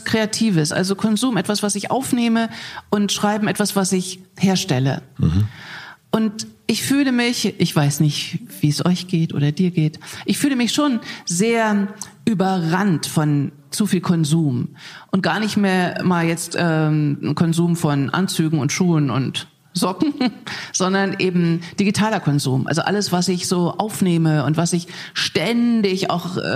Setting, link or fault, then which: setting, live audience